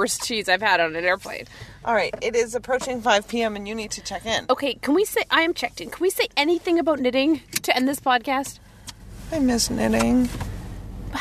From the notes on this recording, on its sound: podcast from the car